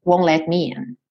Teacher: Porque ele juntou no som do N já won't let. Ele não foi mesmo pro T, tá? Então ele fez won't let me in.